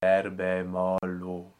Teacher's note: So it's more elegant to elide those schwas